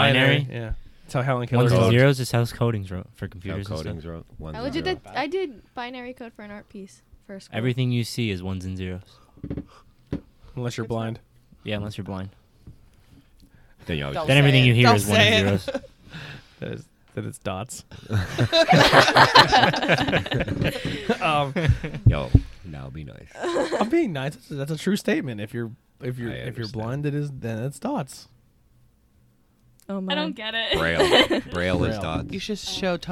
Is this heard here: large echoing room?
no